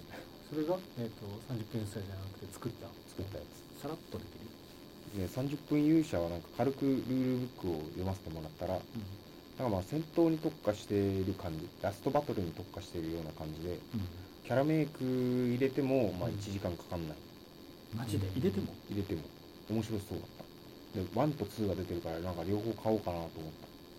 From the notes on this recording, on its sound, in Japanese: 相変わらず音質が悪く申し訳ないです。次の収録から録音環境を調整します。